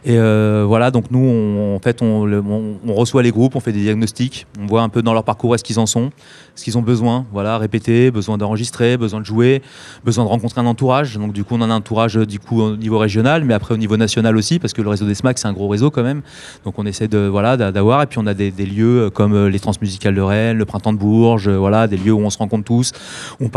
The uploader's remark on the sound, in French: Organisé par le label Focus. Enregistré en plein cœur du village du festival.